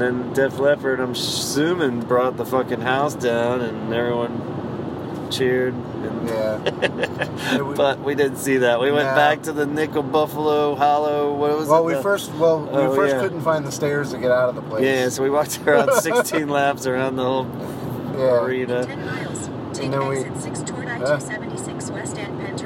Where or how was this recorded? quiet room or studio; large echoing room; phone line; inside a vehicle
inside a vehicle